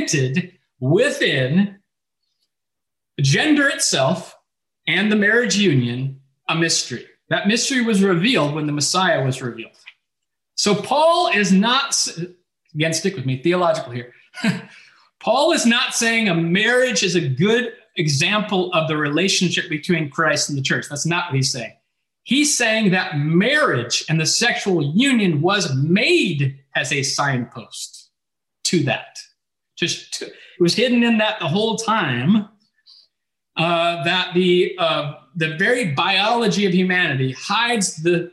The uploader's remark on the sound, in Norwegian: Zoom gudstjeneste